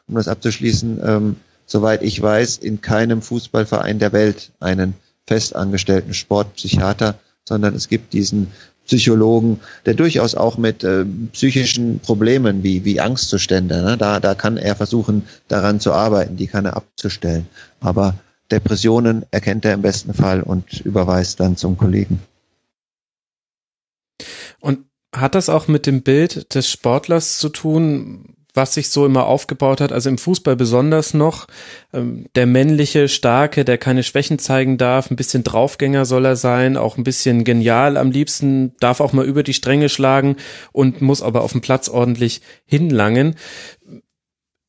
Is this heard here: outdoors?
no